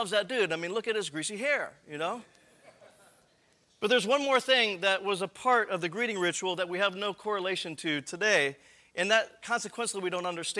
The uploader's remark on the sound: This episode is the audio from the Friday evening session of the 2012 Missional Learning Commons